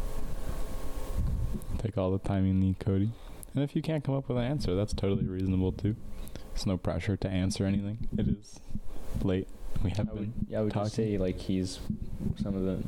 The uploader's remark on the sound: the audio for this episode is heavily edited as it did not capture properly so it sounds pretttty bad.